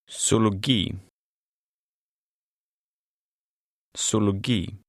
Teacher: In Swedish, a Z has an S sound.